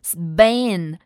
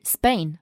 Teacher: P 的发音就是不送气的轻辅音 · Shown in: second take